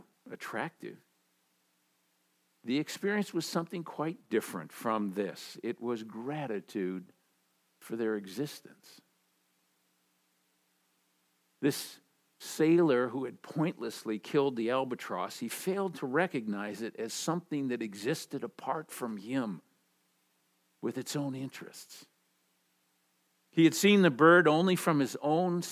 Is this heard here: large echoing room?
yes